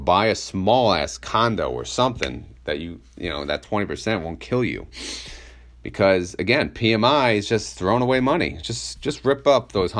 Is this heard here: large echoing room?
no